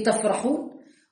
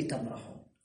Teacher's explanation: والفاء والميم بحسب ما ذكر الماتن ينبغي أن يكونا متباعدين في المخرج، فاعترض عليه الشارح بأن الفاء والميم ليسا حرفين متباعدين في المخرج بل هما متقاربا المخرج، وذلك لأن كلا من الفاء والميم يصدر من الشفتين